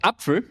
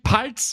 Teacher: Was den Dialekt ausmacht, das Pfff gibt's einfach nicht. · Shown in: second take